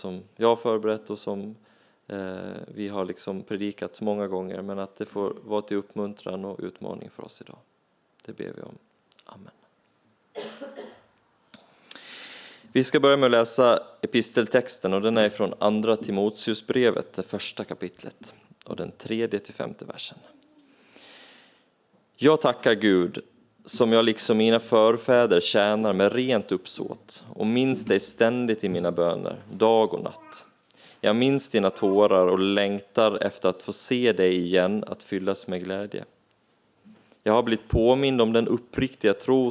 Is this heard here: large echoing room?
yes